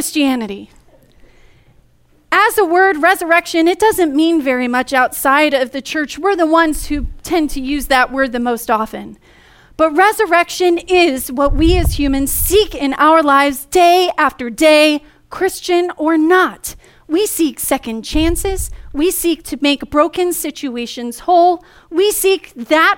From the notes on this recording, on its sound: Easter message delivered during the Contemporary Worship service.